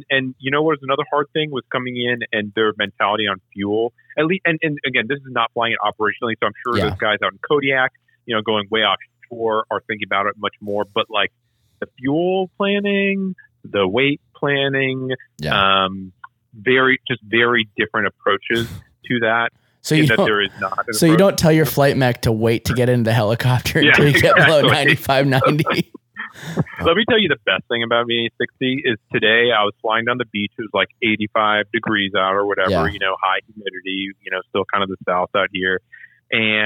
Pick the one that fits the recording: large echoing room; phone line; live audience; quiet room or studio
phone line